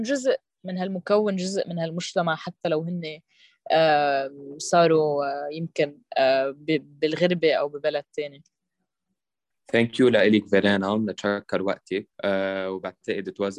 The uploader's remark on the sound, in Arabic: تمّ تسجيل المقابلات مع الضيوف عبر تطبيق زووم نظرًا لصعوبة التنقلات وتوفيرًا لوقت الضيوف.